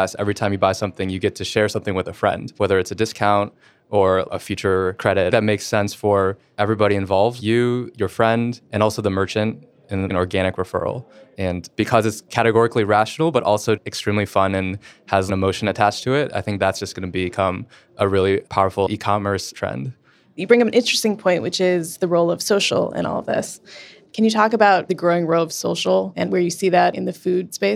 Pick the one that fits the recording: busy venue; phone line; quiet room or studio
busy venue